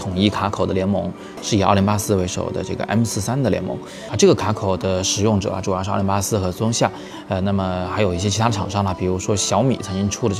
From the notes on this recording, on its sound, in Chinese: 我是在三里屯的Costa陪大家早自习，所以稍微有点噪音，请大家见谅。